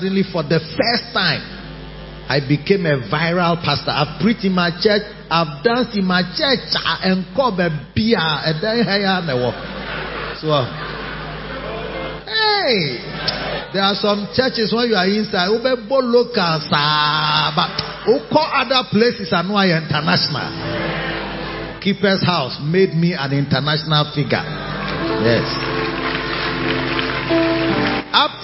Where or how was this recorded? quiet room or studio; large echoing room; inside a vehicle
large echoing room